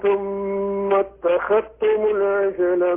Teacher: يقرأ وفق رواية قالون عن نافع، ولذلك قرأ أنبياء الله من قبل، وقرأ وهو بسكون الهاء كما ذكرنا قبل قليل، وقرأ ثم اتخذتم بإدغام الذال في التاء